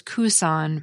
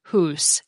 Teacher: The ancient Germanic word for house was kusan, but by the time it made it into English, the K sound had dropped off, leaving us with just hus, H-U-S. · Term: sound loss